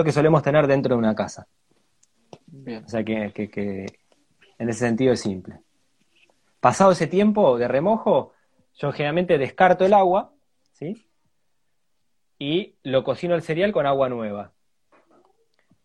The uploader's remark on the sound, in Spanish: Audio de la charla en vivo por Instagram